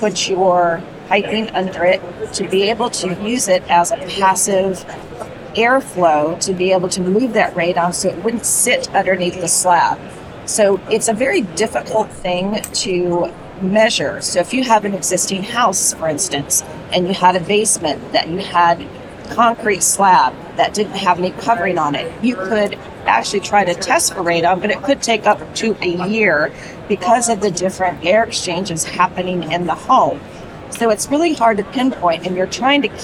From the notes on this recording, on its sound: LIVE from Greenbuild 2023. We share a LIVE conversation from the 2023 Greenbuild International Conference and Expo in Washington D.C.